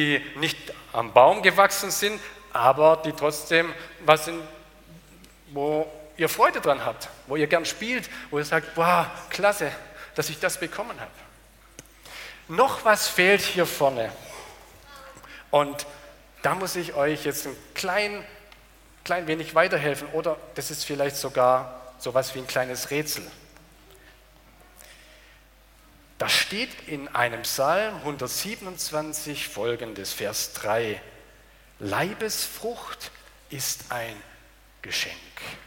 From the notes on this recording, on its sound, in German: aus dem Gottesdienst der Liebenzeller Mission